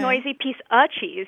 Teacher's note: You don't pronounce the of.